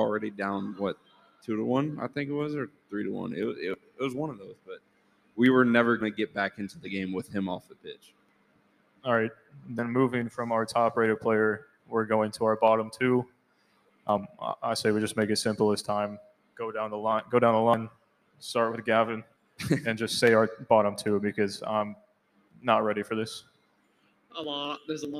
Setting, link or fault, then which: setting, busy venue